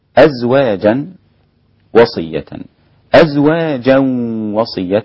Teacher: أزواجا وصية ده إدغام مع الغنة